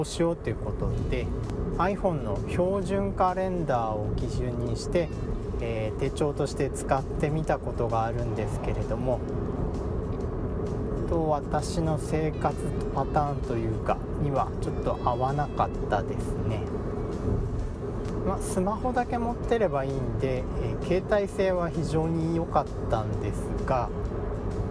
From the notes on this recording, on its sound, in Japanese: 車中収録で、周囲の音入りまくりです